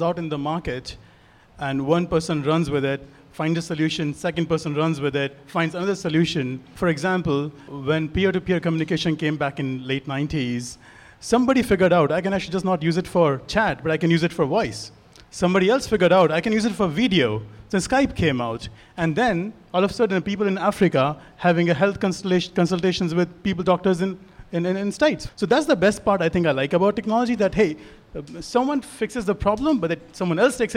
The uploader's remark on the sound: Live at Soho Innovation Lab